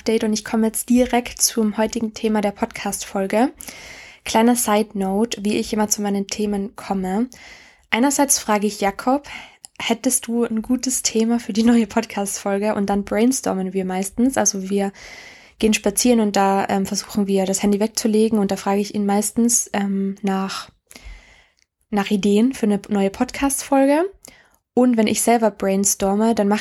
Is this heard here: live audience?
no